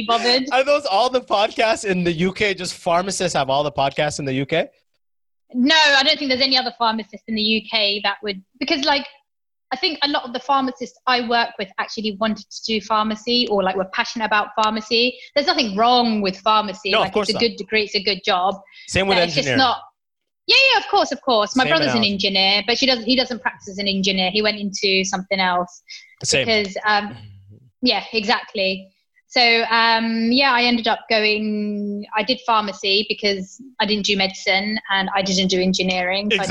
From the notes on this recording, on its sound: Zooms in and we chat.